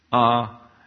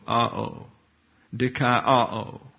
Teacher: One is a omicron and one's an omega. And the omicron is like a short English A, ah, and then the omega is a long O, ah-o, dikai-ah-o.